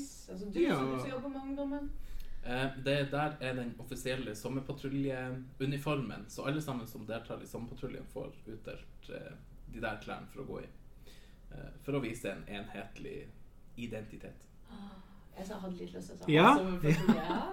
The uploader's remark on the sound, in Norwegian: Episoden er fylt med dårlig lyd, ekko og masse god stemning